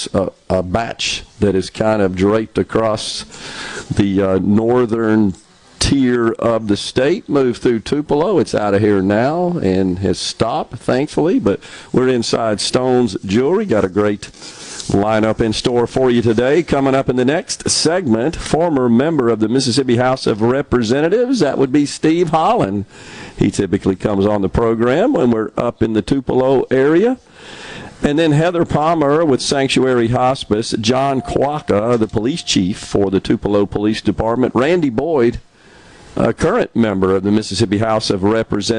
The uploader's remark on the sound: LIVE from Stone's Jewelry in Tupelo collecting blankets and monetary donations to benefit Sanctuary Hospice.